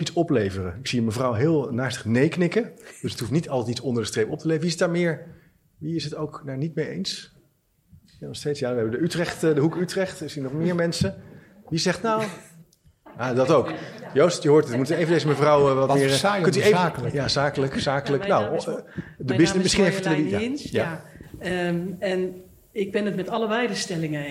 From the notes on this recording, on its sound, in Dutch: LIVE podcast tijdens de Nationale LLO-Conferentie